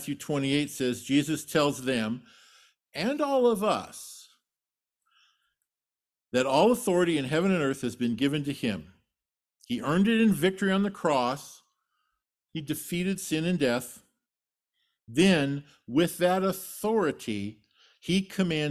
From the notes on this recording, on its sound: Sermon delivered at Trinity Community Church